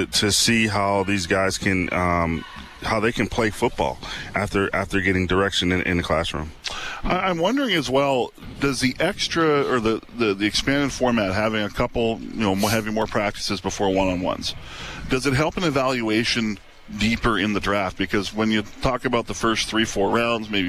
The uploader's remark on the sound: LIVE from the 2023 CFL Combine. LIVE from Commonwealth Stadium for the 2023 CFL Combine.